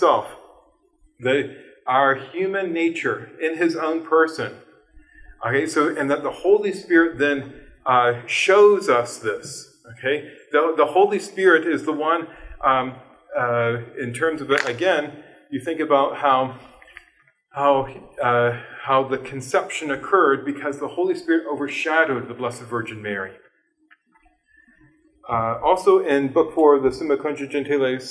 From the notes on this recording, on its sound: This lecture was given on March 8th, 2023, at West Virginia University.